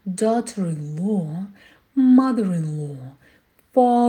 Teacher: Мы начинаем соединять. То есть мы «ру» начинаем проговаривать, соединяя со звуком «и» далее. · Term: связующий звук «р»